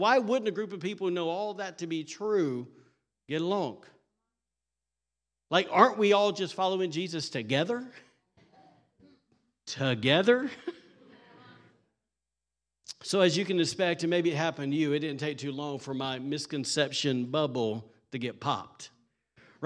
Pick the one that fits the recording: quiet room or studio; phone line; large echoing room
large echoing room